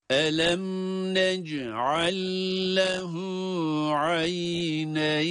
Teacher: Nec'al ayrı bir kelime, lehu ayrı bir kelime olmasına rağmen burada nec'al derken sondaki lam cezimli olduğu için kendisinden sonraki harekeli olan lam harfine idgam ediliyor. İdgam demek bir harfi bir diğerine katmak, ilave etmek, girdirmek.